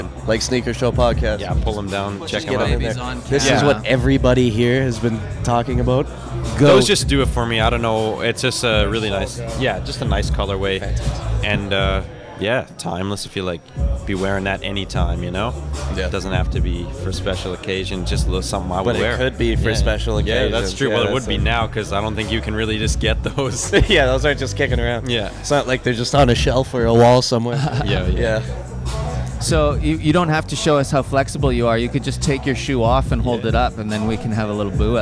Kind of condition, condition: setting, busy venue